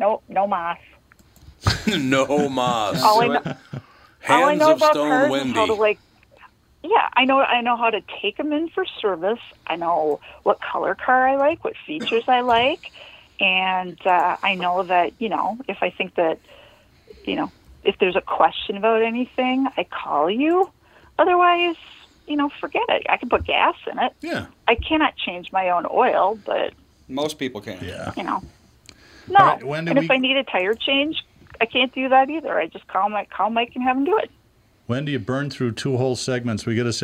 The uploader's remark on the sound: We field questions from listeners about the best time to buy a car, trading strategies and leasing vs buying. All call in and share stories of their first rides.